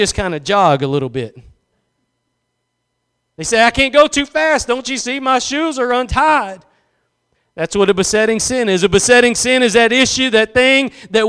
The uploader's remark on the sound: Preached at Gospel Lighthouse in Bossier City, La.